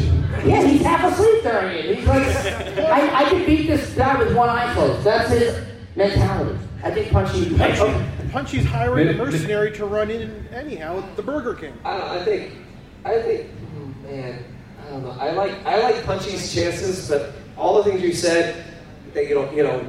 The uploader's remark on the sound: LIVE at Florida SuperCon! This week we travel down to Florida SuperCon in Miami (a ReedPop convention). Filmed in front of a live studio audience.